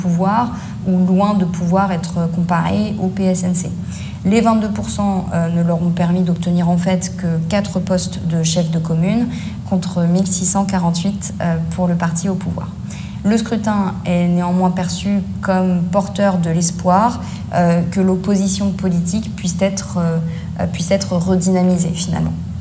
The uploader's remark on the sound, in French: Conférence enregistrée le 31 mai 2023.